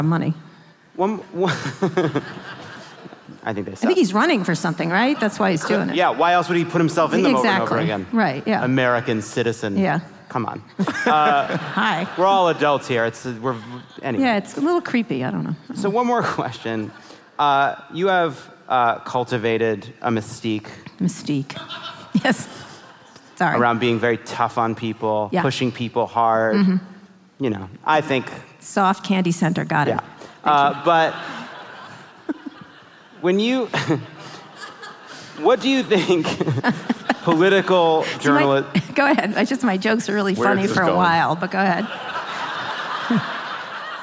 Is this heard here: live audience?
yes